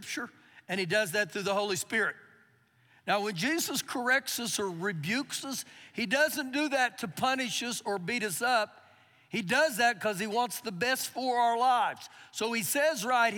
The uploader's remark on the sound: Recorded live during our Sunday morning service